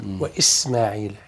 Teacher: بس السين نخلي فرق بين السين والثاء. وإسماعيل فصفير كده. بعض ينطقها وإثماعيل.